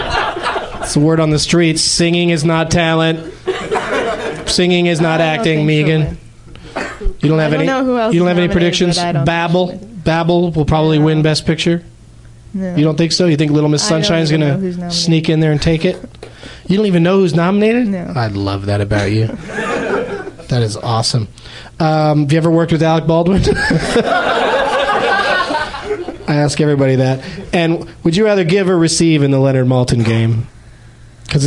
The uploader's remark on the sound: Invites two audience members onto the stage to discuss their most and least favorite movies and pick prizes from his pile of swag.